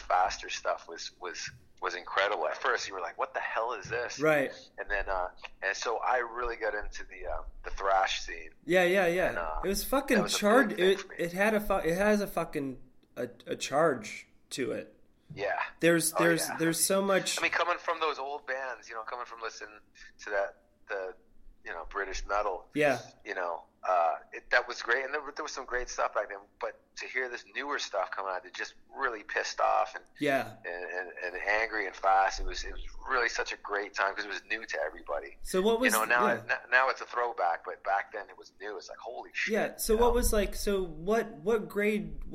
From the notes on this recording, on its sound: Just a quick call in Interview